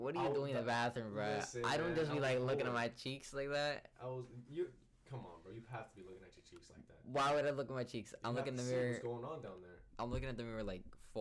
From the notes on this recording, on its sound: We finally meet up in person and record after so long! The energy is a bit over the place and some audio issues.